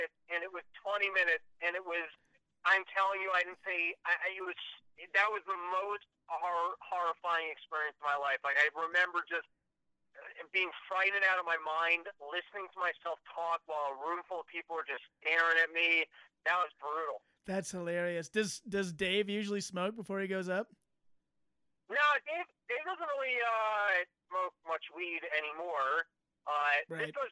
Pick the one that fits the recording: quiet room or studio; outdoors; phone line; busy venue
phone line